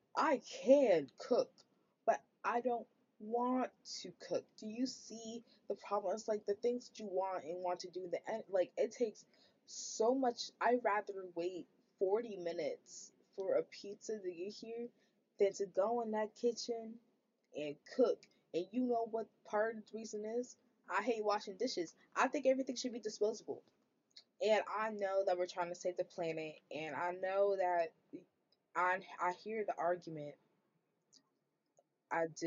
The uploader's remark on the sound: my audio is bad now, but wait till i get my tiny mic